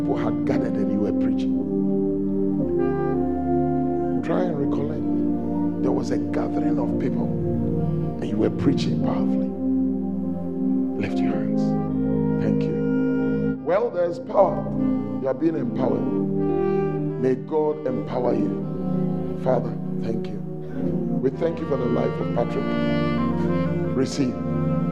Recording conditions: large echoing room